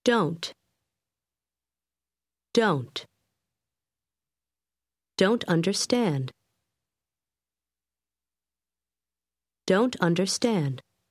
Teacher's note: Note que el sonido final de don't casi desaparece y se junta a la palabra siguiente.